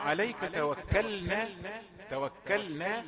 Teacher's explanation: يعني احرص على بيان سكون اللام